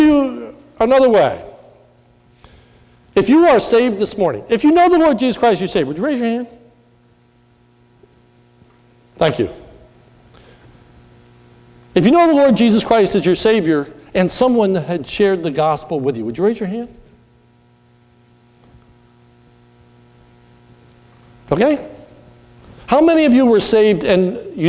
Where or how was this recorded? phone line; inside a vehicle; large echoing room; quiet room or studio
large echoing room